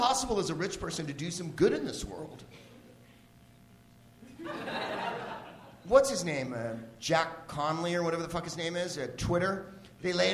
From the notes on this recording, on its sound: Live from The Upfront Theatre in Bellingham, WA